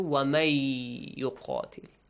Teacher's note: The noon is merged into the ya as if it's omitted. Okay? The ya is doubled.